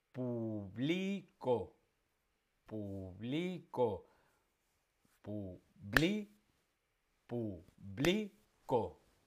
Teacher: El acento, la fuerza de pronunciación la lleva en la penúltima. Publico, la penúltima, en la penúltima sílaba tónica. · Term: palabras llanas